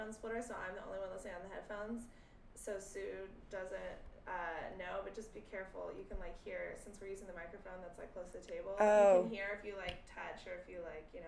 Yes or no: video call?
no